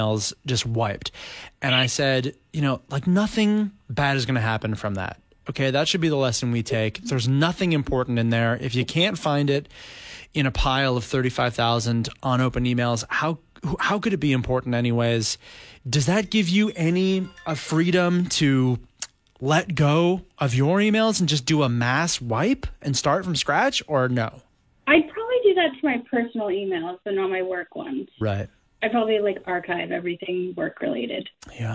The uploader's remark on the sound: some phone calls from Zoners